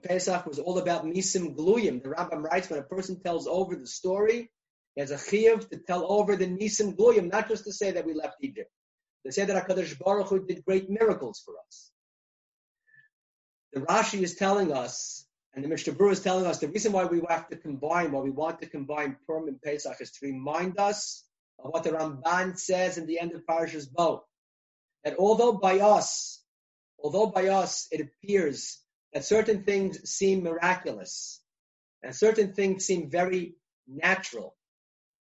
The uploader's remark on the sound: Recorded ZOOM conference.